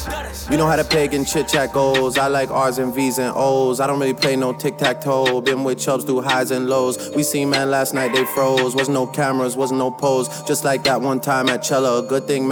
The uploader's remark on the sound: A live recording of the set I did at Erb & Culture!